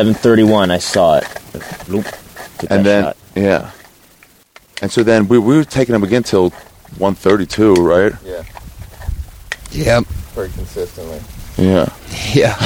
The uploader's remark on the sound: We drove out to Joshua Tree, ate some shrooms, and wandered out into the wilderness. Is probably the first podcast recorded at Joshua Tree National Park.